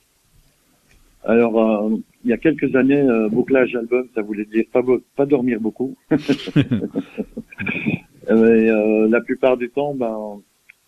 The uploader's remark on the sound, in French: reçoit par téléphone